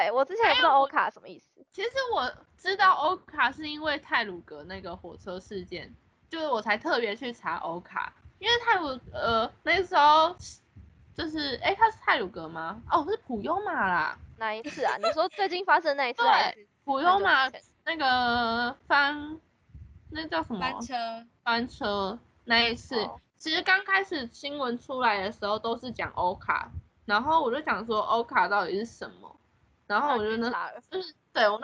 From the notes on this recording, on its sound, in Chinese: 但由於首次嘗試線上錄音。在默契和音質上真的還是待加強。